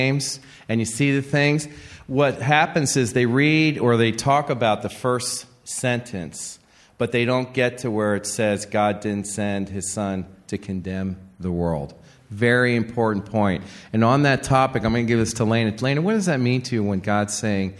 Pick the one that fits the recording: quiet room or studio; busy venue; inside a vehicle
busy venue